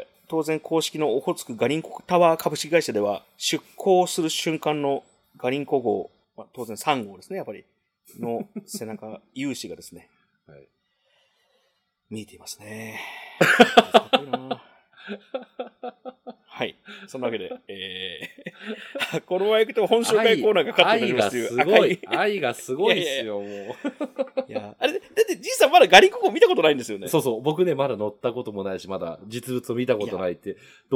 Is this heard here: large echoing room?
no